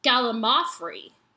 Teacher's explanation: the correct pronunciation of gallimafree puts the emphasis on the third syllable, mao, not the second, lim, as you've been saying it.